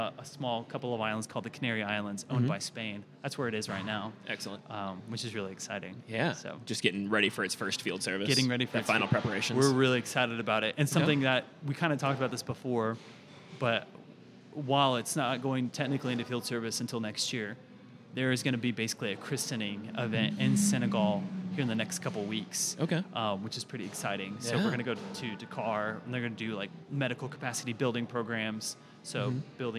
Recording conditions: busy venue